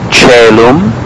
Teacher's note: as if the vowel cluster were a simple E